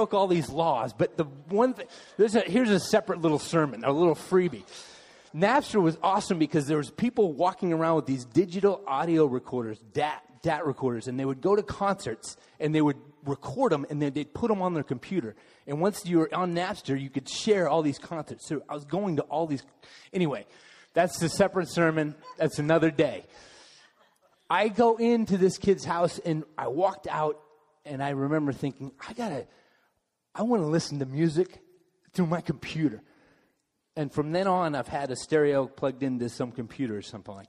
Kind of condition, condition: setting, large echoing room